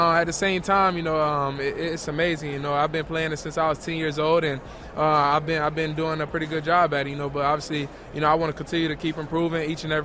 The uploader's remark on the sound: live on Radio Row for the Super Bowl